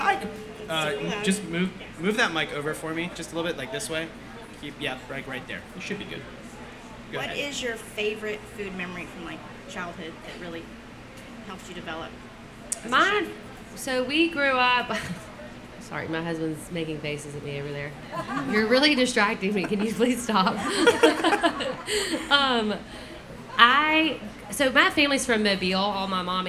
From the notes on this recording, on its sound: Sat down for a LIVE episode of the podcast in front of the brunch’s guests, which is what you’ll hear for this episode. You’ll get to catch some of the Q&A from the crowd as well.